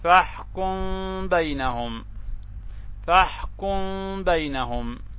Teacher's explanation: يتحدث الناظم في هذا البيت عن حكم من أحكام الميم الساكنة، ألا وهو الإخفاء الشفوي، وهو أن يقع بعد الميم الساكنة حرف الباء، كقوله تعالى: فاحكم بينهم. والمختار عند الناظم إخفاء الميم، وذلك بتقليل الاعتماد على مخرجها